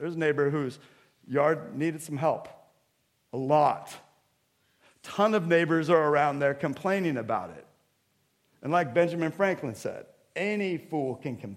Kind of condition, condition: setting, large echoing room